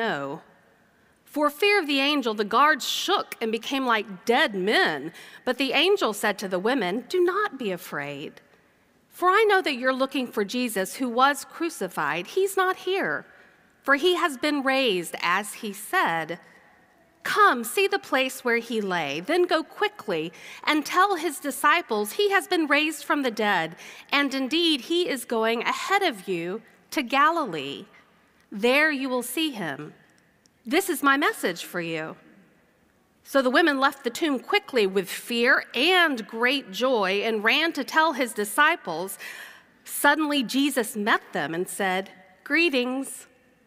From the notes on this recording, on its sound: The worship service recording includes both pre-service and post-service music.